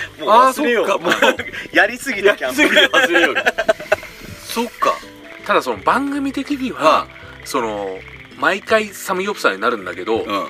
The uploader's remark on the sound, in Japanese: 雨と霧に包まれた学校跡地のキャンプ場で収録。旧小石原小学校をリノベしたキャンプ場 アクアクレタ小石原（福岡）。